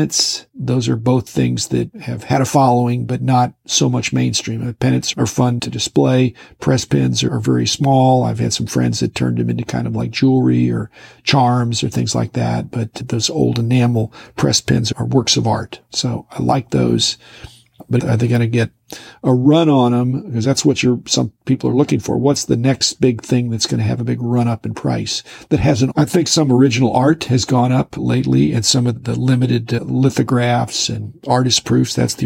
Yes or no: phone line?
no